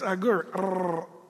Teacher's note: There's like a gargling at the end of this R